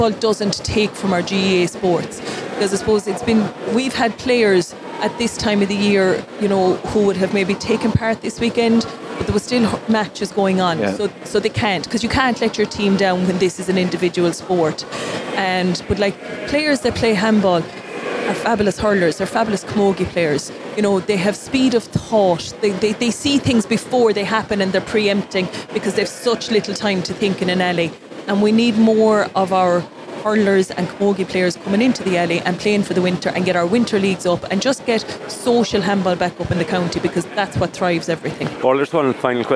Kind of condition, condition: setting, busy venue